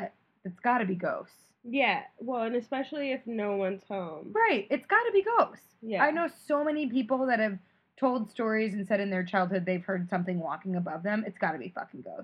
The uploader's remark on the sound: some wonky audio